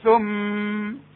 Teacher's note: إذا وقفت على ثم دي أغنها حركتين، إذا وقفت وقف اضطراري أو وقف تعليم عاوز أعلم مثلا أقول ثم وما أقولش ثم وافتح شفايتي، لا أفضل مخلي شفايتي لغاية لما الحرف ينتهي ثم.